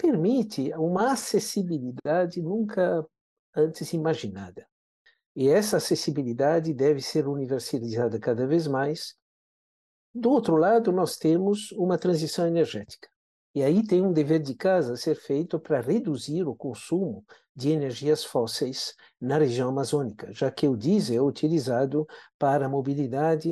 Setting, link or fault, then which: link, video call